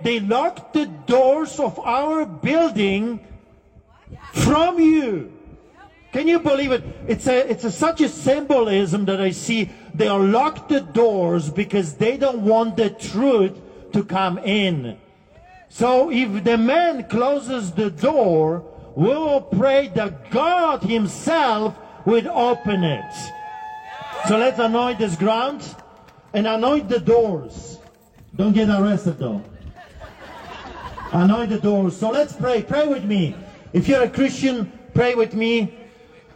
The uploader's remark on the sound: Press Conference at the Alberta Legislature